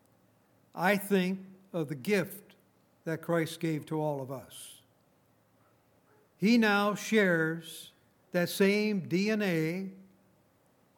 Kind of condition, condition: setting, large echoing room